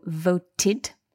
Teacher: this word voted, we've got the dental consonant, T